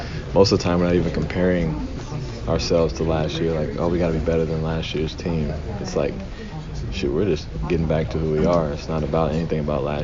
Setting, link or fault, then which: setting, busy venue